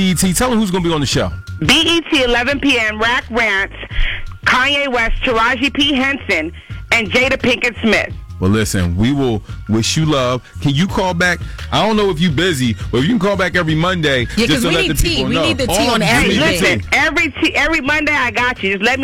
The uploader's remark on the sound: called in to tell us